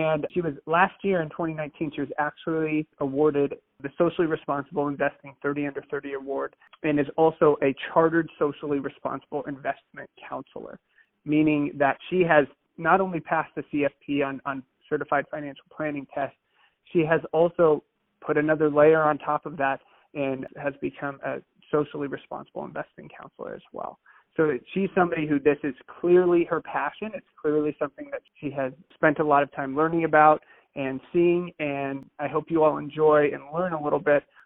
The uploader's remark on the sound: Phone Audio